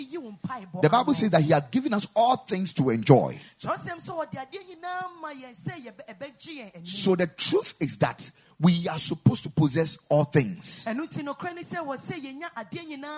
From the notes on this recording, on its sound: Preached at the Kingdom Sight Service